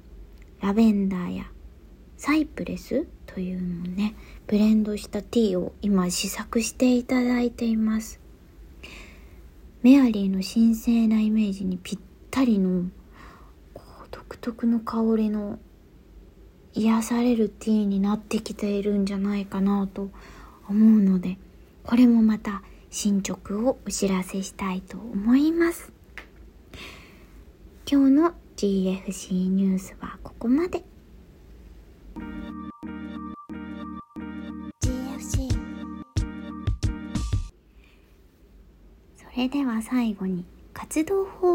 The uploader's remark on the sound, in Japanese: 撮影で出張中のためベルリンからお届け！Iphone収録なので少し聴き苦しかったらごめんなさい。